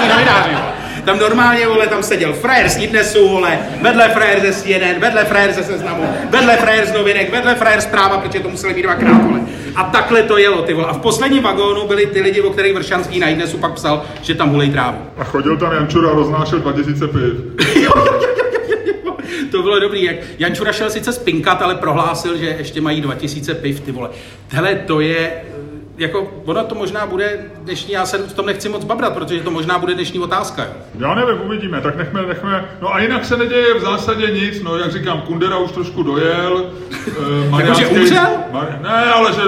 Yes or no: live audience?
yes